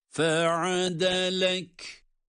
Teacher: Ayn harfi boğazın ortasından aynı zamanda ince.